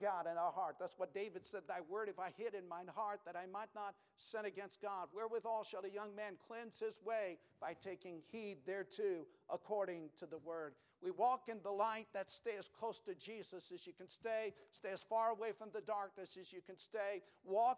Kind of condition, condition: setting, large echoing room